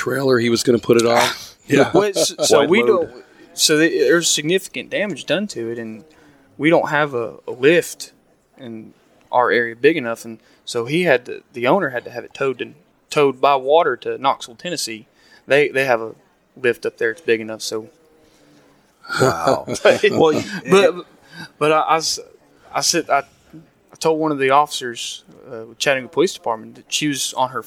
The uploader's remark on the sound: Live from NAWEOA